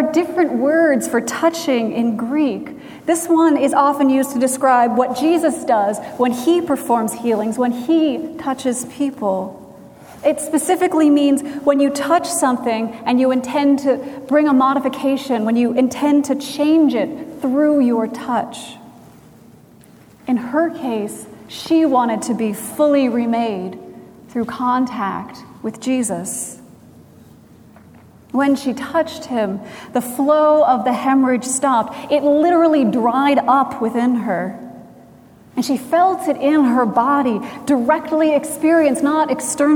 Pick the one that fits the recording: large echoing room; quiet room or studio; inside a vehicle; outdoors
large echoing room